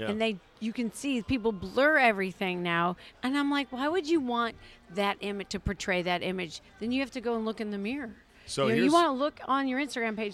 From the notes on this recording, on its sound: Recorded at DC Prime Steakhouse in Ashburn, VA.